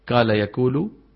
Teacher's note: قلنا نطقها قريبة من الكاف، هذا مثل بعض مناطق فلسطين